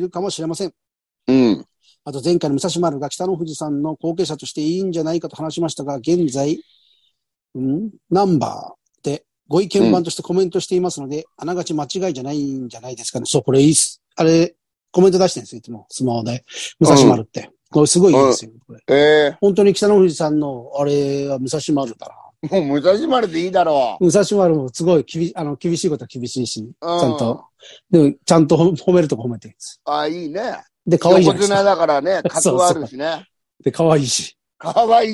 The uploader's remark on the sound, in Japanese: ZOOMで収録